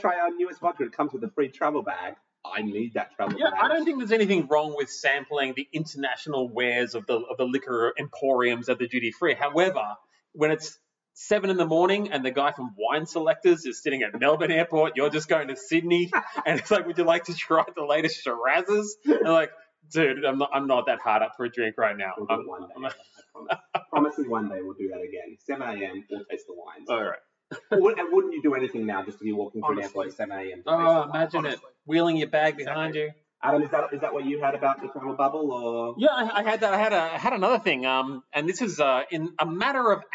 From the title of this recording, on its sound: Fuck Up Their Audio (Sorry - we'll get it right next week we promise!)